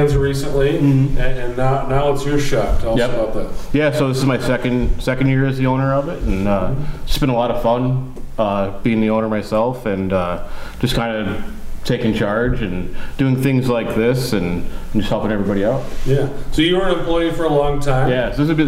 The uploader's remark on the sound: This is an excerpt from our roadshow we recorded in June.